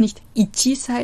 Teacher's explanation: Das chi ist ein harter Laut, ein stimmloser Laut.